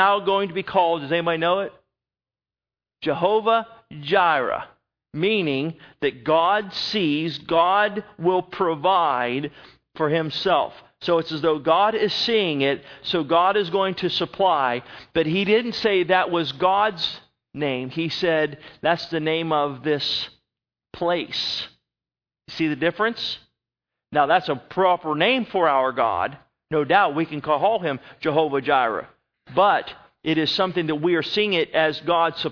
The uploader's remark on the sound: At Northside Baptist Church of Elkhart, Indiana.